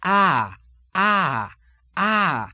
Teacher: If you have an ah sound, for example, it would go not ah, but ah, ah, ah, and go straight and then drop off in pitch · Term: lilt